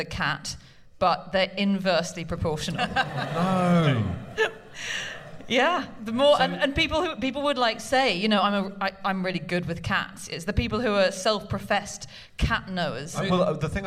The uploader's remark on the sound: Live from the London Podcast Festival.